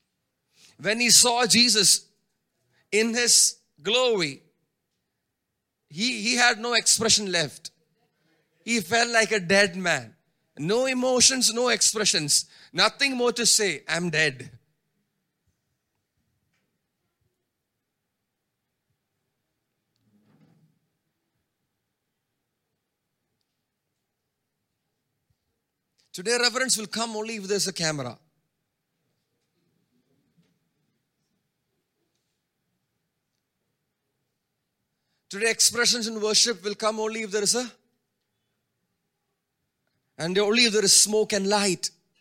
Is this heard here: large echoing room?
yes